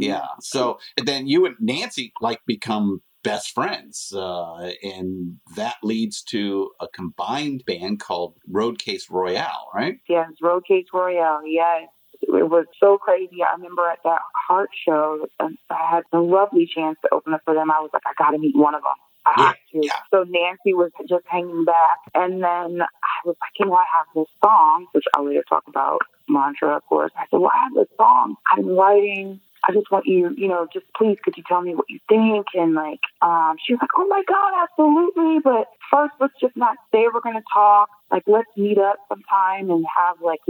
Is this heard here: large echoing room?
no